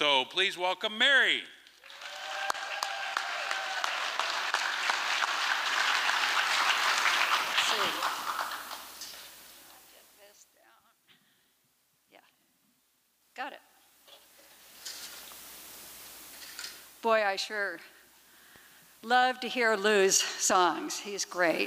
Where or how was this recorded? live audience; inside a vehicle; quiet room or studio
live audience